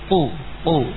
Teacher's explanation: Baik, qafnya dari pangkal lidah